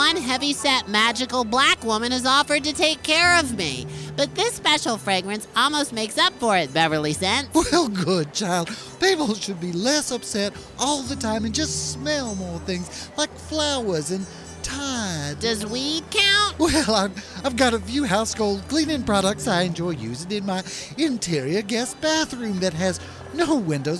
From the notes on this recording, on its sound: Live from center court at one of the worst shopping malls in the deep, deep, deep South. Fights off irate security guards, a water feature no one seems able to turn off, the blender at Orange Julius.